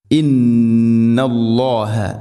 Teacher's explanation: ഗുന്നയുടെ ദൈർഘ്യം രണ്ട് ഹർക്കത്തിൻ്റെ ഖദറാണ്. മഖ്റജ് ഖൈശൂം, തരിമൂക്കിൽ നിന്നാണ് ഗുന്നയുടെ ശബ്ദം.